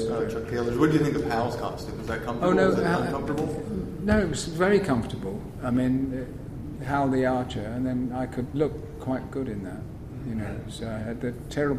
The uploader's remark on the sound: At Planet Comicon 2016. Here is the audio that we recorded at that panel.